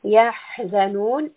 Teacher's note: Ha is from the throat, and we end with a four-count med.